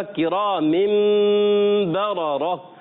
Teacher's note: اقلاب ہوتا ہے، تو اقلاب کا غنہ ہوگا کرام مبررہ، اور آگے کی دونوں را جو ہے یہ پر کر کے ادا کرتے ہیں